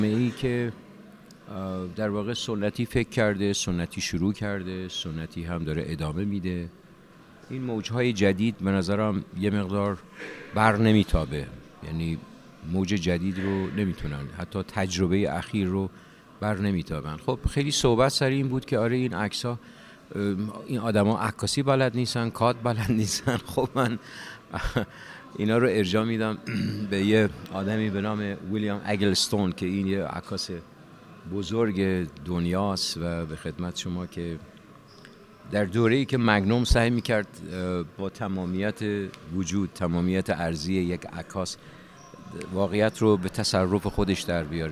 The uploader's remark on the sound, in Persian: این گفت و گو به صورت زنده در خانه هنرمندان ایران ضبط شده است.